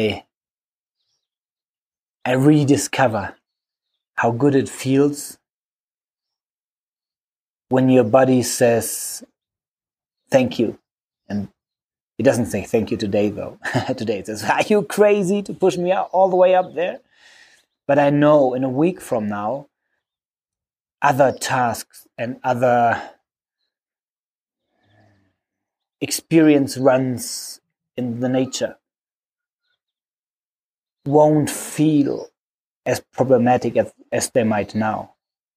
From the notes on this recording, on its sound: This Podcast I recorded for you in the middle of nowhere in the Ethiopian Simien Mountains after climbing the highest peak of Ethiopia.